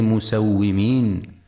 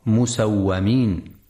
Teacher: في كلمة مسومين ينتبه القارئ برواية حفص لكسر الواو وعدم فتحها · Shown in: first take · فلا يقرأ مسومين.